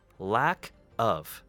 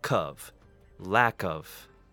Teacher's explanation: we simply fuse the K ending with the word of to give us cov · Term: blended words